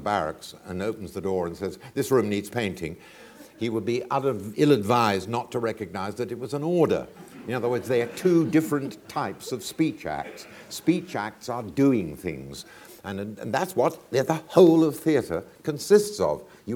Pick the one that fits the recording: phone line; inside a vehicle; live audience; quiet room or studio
live audience